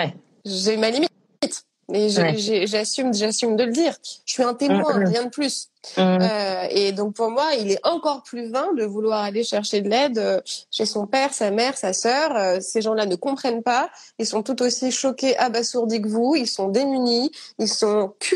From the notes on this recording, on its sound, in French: live enregistré sur Instagram